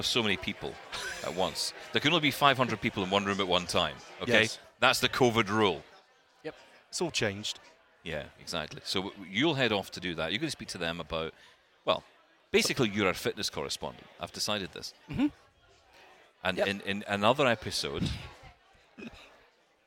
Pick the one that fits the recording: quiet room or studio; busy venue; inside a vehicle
busy venue